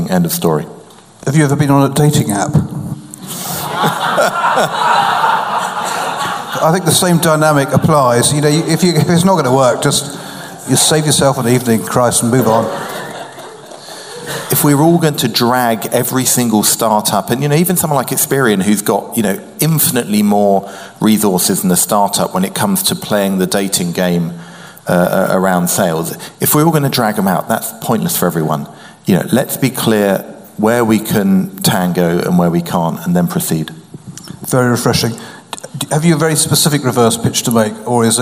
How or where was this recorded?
live audience